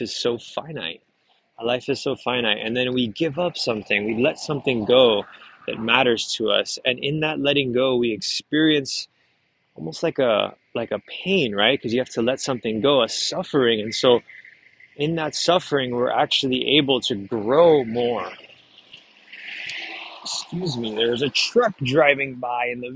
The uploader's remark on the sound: Pardon the background noise as I stroll through the Vineyard.